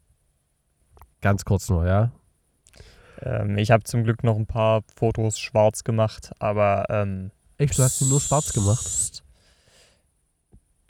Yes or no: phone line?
no